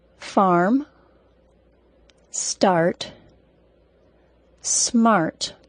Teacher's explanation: In the United States, we always say the R sound.